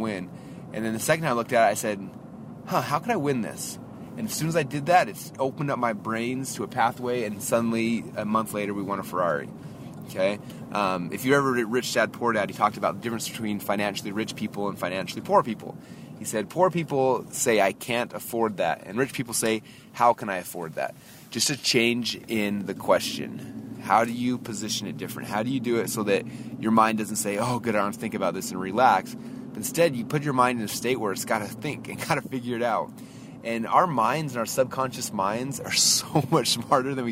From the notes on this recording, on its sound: I just actually drove my brother, who’s our audio-video guy, back to the airport. I’m driving back. I’ve got probably 15 minutes or so in the car.